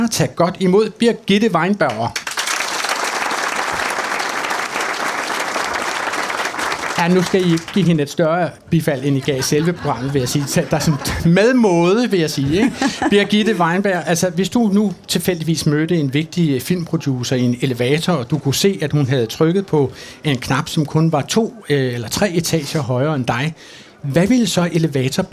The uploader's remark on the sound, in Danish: Live fra Kulturmødet på Mors